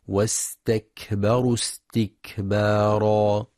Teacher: كذلك يراعي همس وشدة الكاف في واستكبروا استكبارا